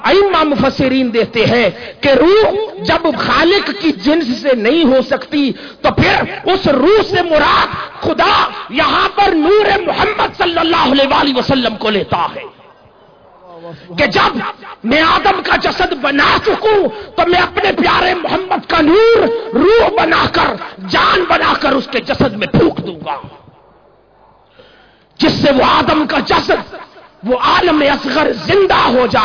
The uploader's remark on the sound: Event: International Mawlid un Nabi Conference 2010. Place: Minar e Pakistan Lahore.